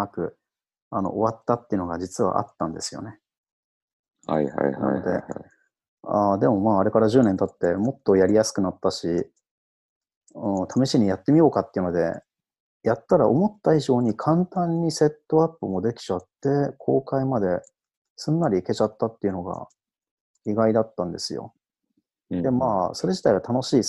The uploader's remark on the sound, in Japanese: 友達とzoomで録音してみました。